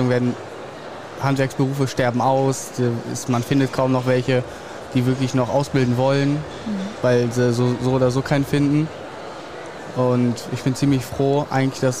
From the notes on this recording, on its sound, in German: LIVE von der Ausbildungsbörse Brilon 2024. Heute sind wir live auf der Ausbildungsbörse in Brilon unterwegs.